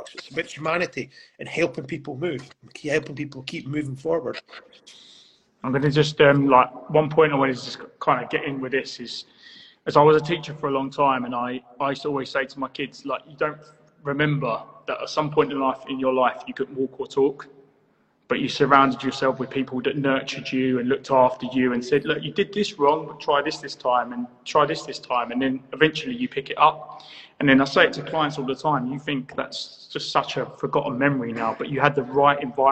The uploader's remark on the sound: as featured on Instagram live